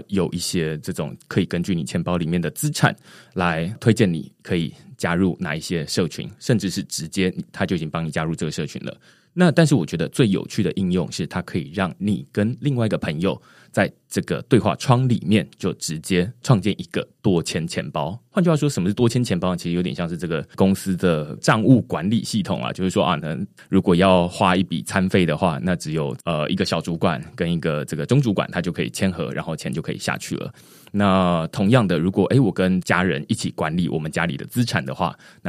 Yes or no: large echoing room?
no